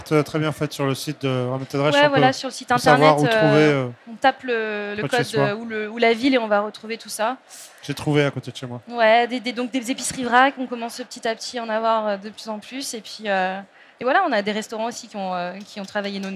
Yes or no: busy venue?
yes